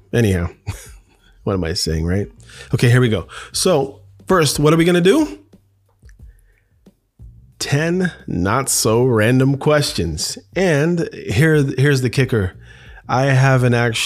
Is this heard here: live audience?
no